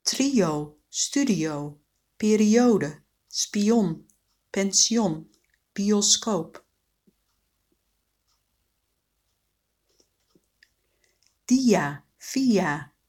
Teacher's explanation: Woorden met twee klinkers die samen geen tweeklank vormen.